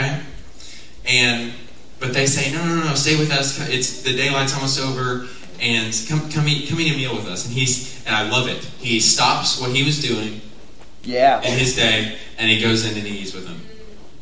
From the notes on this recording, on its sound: Enjoy this live speaking event from over 2 years ago